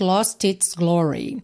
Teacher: Aqui, o T de lost foi usado para juntar com its